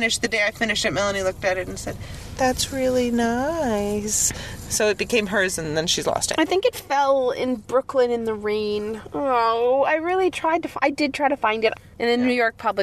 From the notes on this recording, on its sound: podcast from the car